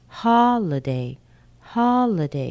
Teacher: You can hear the ha and the day, but not L so much.